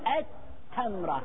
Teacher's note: وين راحت اللام؟ أدغمت في التاء · Term: الإدغام الواجب